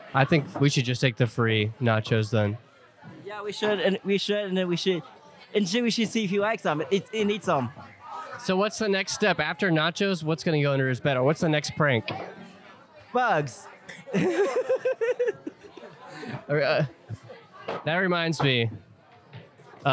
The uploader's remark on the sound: live from Wheat State Camp